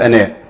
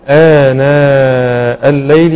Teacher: مد بدل بياخد حكم المد الطبيعي مده حركتين · Shown in: second take